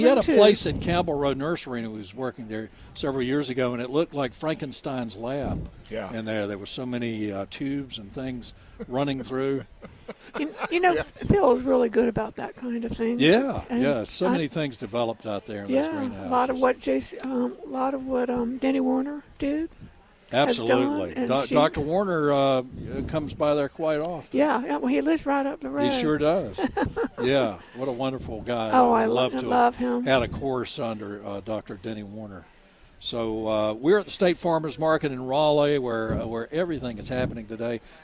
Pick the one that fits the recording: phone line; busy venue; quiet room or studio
busy venue